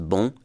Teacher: It's not the nasalized N that matters. It's the nasalized O. It's the vowel that you nasalize.